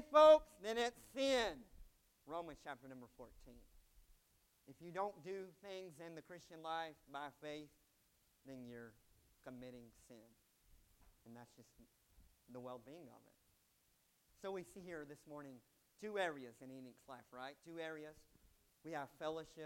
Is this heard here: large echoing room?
yes